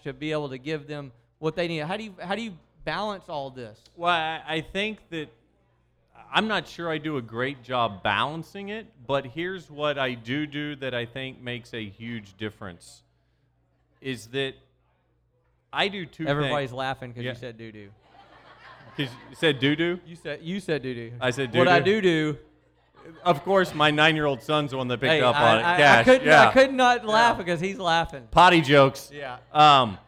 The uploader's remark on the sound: The live RFN Podcast show. It's the big event!